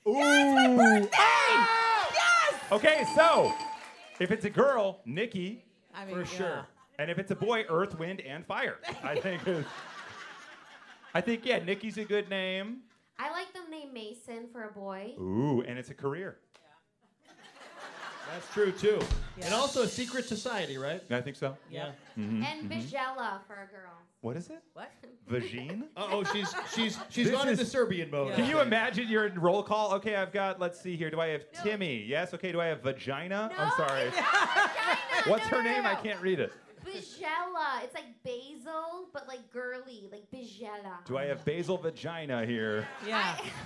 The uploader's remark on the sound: Morning Mix Live at the Copley Theatre in Aurora